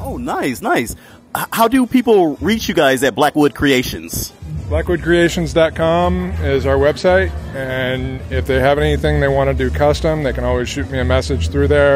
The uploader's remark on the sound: The Hotwife Palooza II in Palm Springs, CA. LIVE interviews with party goers.